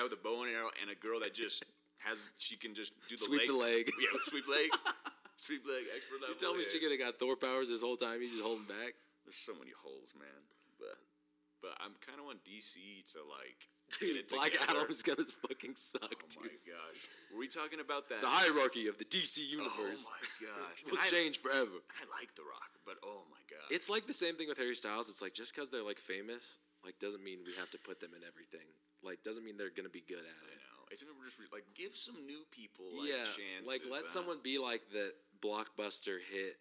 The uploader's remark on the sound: Apologies for the sound volume !